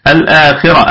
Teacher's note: طيب الخاء في أقل درجات التفخيم لأنها مكسورة الآخي خي، الراء مفخمة وصلا وقفا